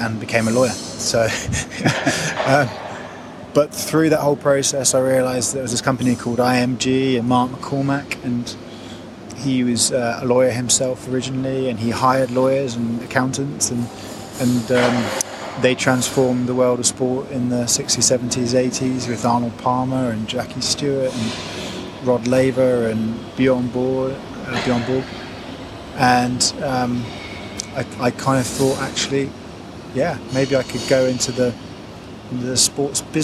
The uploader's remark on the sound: It was recorded in the First Class Lounge of Hamad International Airport in Doha at the announcement of Qatar Airways as a sponsor of the Championship.